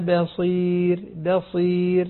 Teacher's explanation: الباء مرققة، الصاد جاءت بعدها مفخمة · Term: أرقق الباء وفخم الصاد